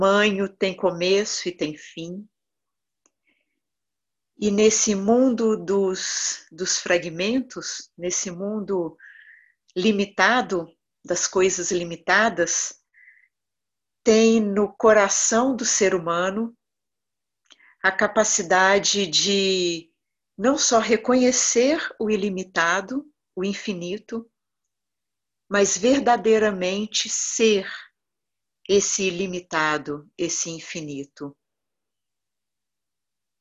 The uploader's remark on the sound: Online via Zoom